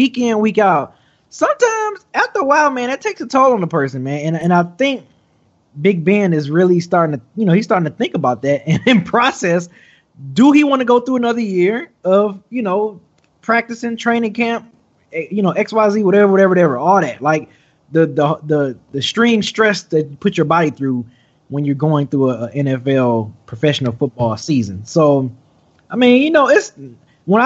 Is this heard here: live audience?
no